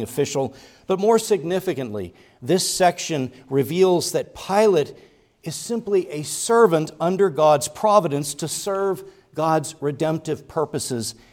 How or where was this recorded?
large echoing room